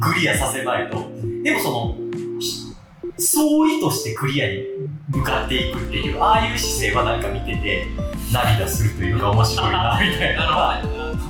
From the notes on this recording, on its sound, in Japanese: 録音環境が騒がしく編集・調整しておりますが、少し聞きずらい所がございます。